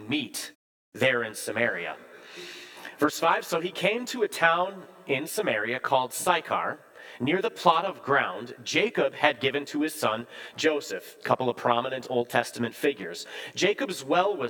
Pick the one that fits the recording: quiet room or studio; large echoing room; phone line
large echoing room